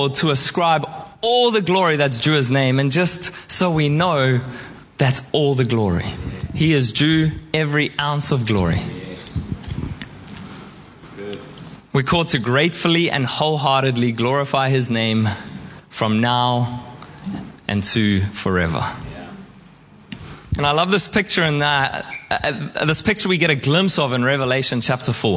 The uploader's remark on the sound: Preached at Horsham Downs on 28/05/2023